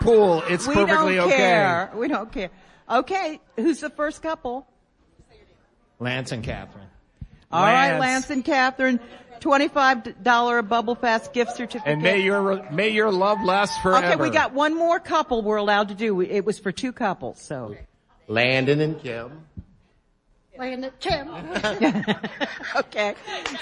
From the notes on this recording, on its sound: Members of our live eBay Open 2018 audience at Mandalay Bay in Las Vegas, NV, shared their best 1-minute selling tip.